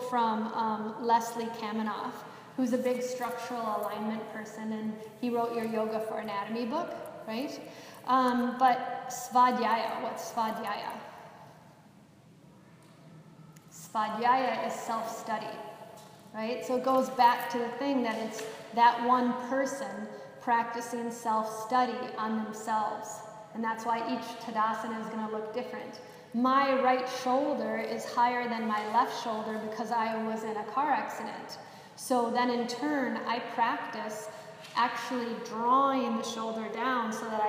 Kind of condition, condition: setting, live audience